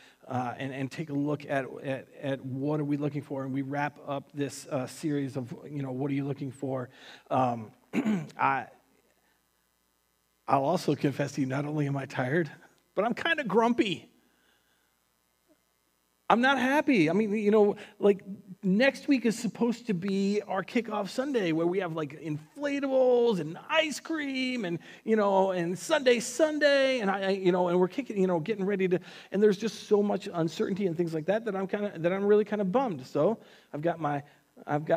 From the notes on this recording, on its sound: Recorded on September 6th, 2020 at Word of Life Church in Le Sueur, MN.